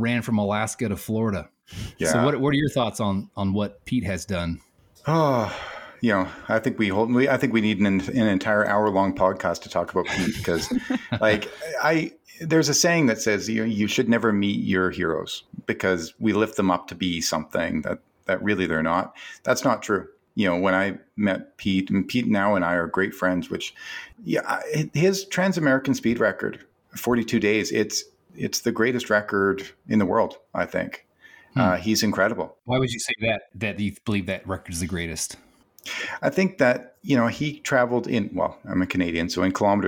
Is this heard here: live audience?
no